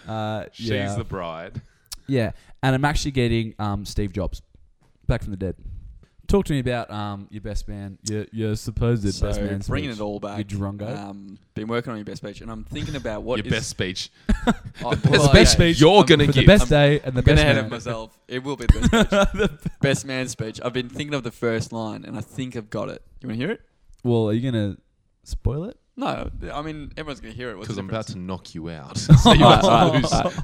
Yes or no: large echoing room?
no